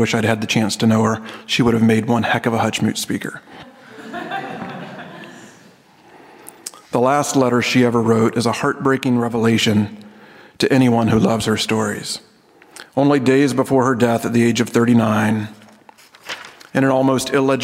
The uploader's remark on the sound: This episode is taken from the Hutchmoot 2012 session titled “Tales of New Creation”.